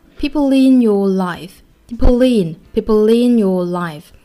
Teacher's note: people in your life 这里面其实有一个小小的舌边音的一个连读